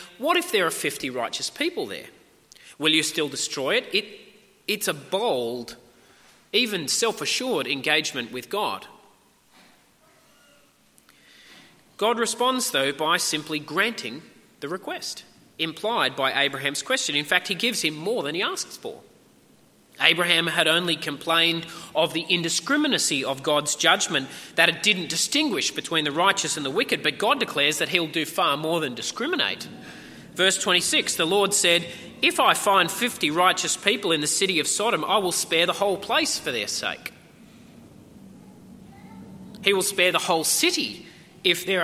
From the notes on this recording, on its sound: At a 10am service